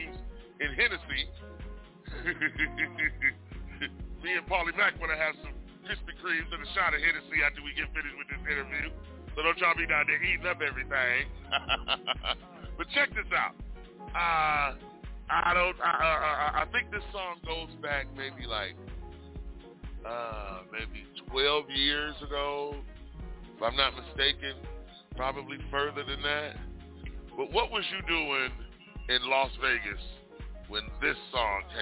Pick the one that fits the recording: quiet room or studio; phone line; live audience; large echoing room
phone line